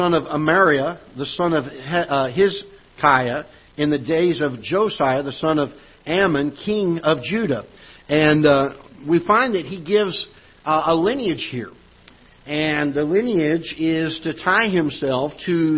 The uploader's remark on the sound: Ketha Heights Baptist Church ~ Live Broadcast